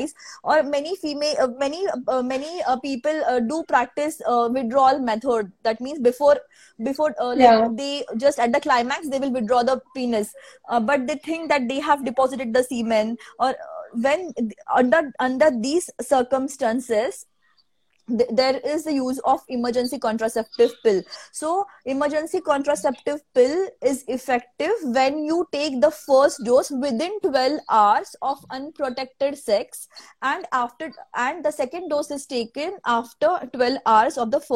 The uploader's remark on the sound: an audio version of our Instagram live session